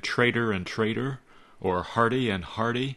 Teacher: the letters T and D are almost indistinguishable when you speak quickly, as in traitor and traitor, or hearty and hearty.